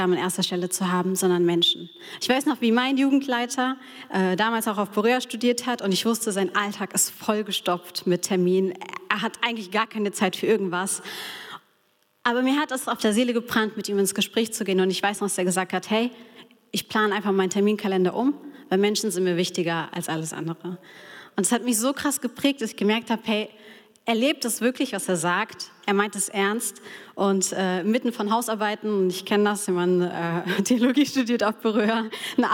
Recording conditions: live audience